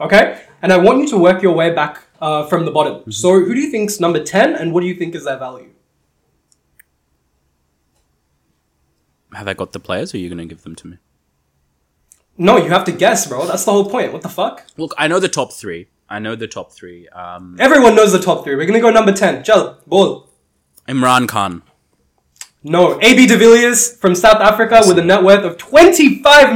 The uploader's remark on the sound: This episode has some technical difficulties